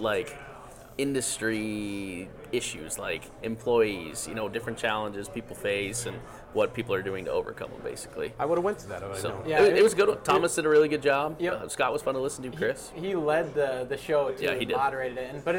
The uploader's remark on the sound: LIVE AT CONEXPO 2023!